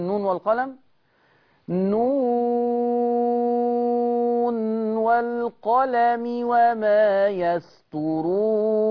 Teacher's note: اظهر النون عند الواو